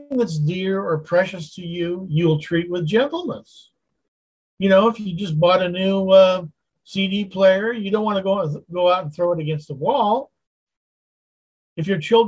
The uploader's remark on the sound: Continues his Wednesday Zoom study in Galatians chapter 5.